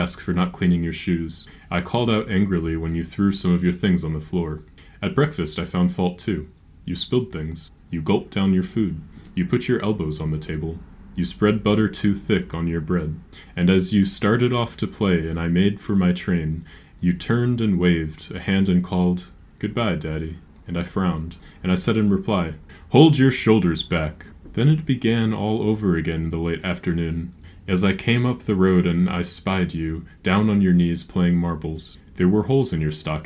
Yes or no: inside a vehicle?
no